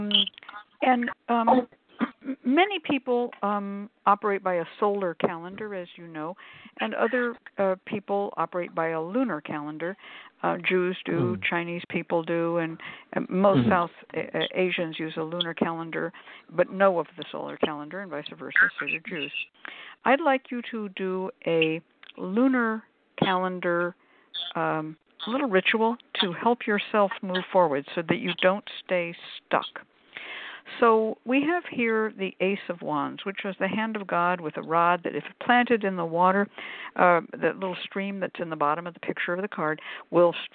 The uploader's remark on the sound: a real, live call-in show